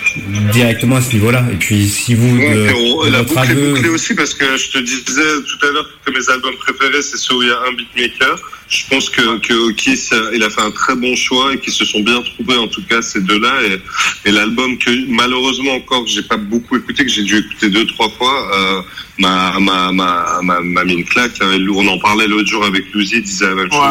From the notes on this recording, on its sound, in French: du coup on a contacté par téléphone